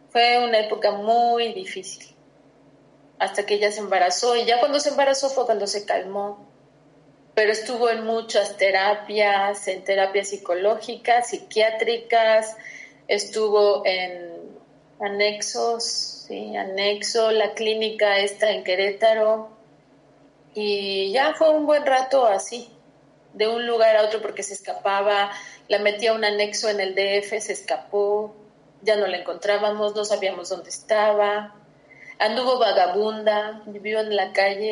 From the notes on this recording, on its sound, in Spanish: Hicimos este podcast por video llamada, por eso el sonido no es claro. Ella está en Suiza.